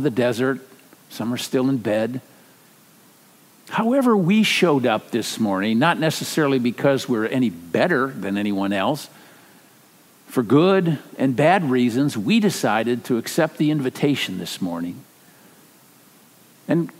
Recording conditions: large echoing room